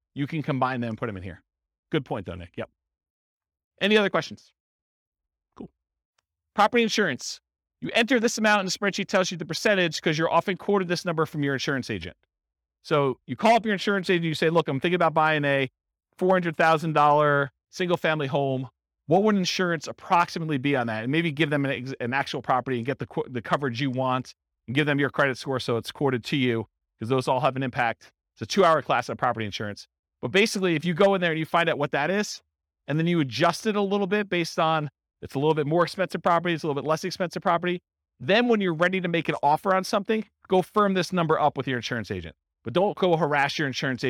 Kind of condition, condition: setting, live audience